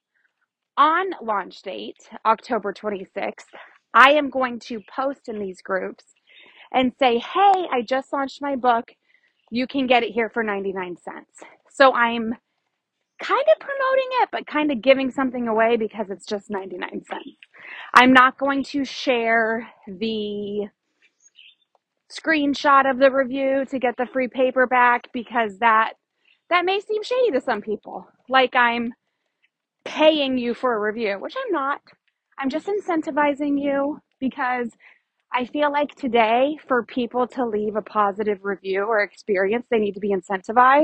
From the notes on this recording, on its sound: Thanks for rolling with all the nature sounds and my unorganized thoughts on my morning walk.